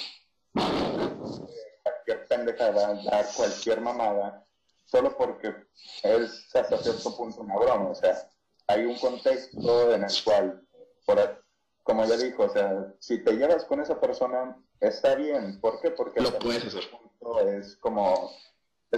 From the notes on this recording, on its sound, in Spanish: Lamentamos el Audio fallo